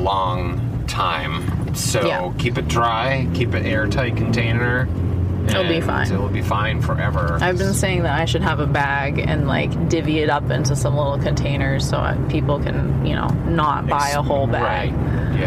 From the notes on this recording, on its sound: We're in the truck. Had him sit down with me to record some mini episodes.